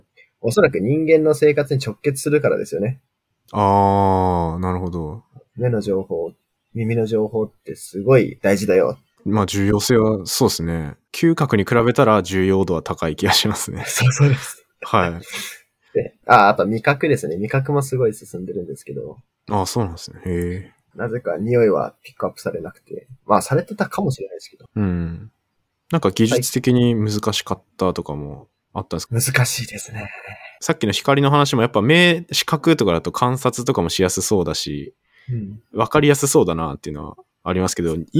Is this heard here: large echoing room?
no